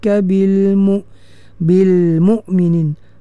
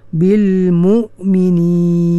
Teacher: cara waqaf pada nun sama dengan mim juga, kedua-dua huruf tu ya, dia kena ada bunyi gemaan